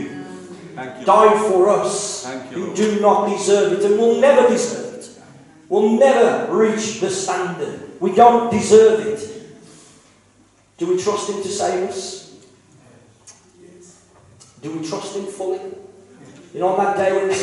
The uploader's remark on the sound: KCC's morning service. Please note that this is a live recording and at times the audio quality may suffer due to external circumstances.